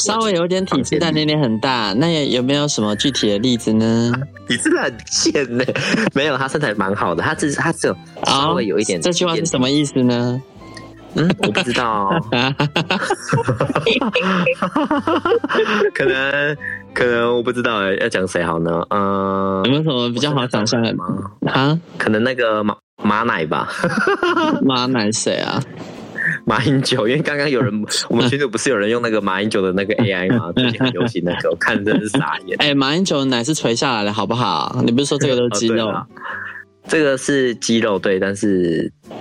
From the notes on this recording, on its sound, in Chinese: 本集是通話錄音